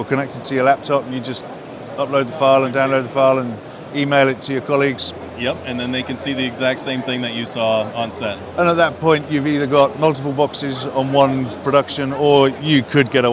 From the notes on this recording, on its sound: AJA ColorBox show IBC 2022. At IBC 2022.